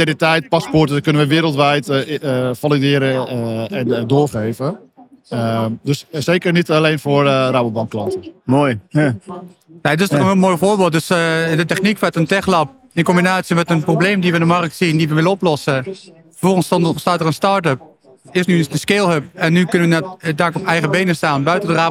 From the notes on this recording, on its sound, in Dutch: Deze podcast is opgenomen tijdens de PROVADA.